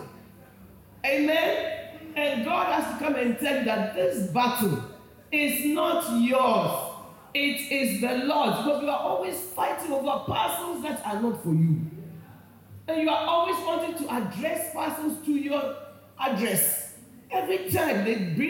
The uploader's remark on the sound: Preached at Chosen Woman Conference, Accra Ghana